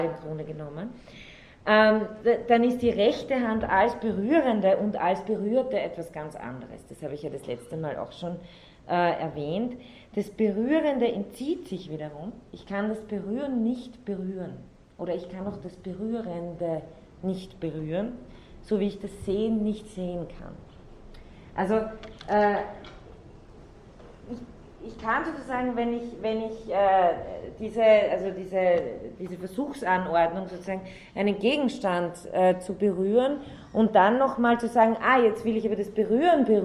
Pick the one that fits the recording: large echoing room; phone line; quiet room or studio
large echoing room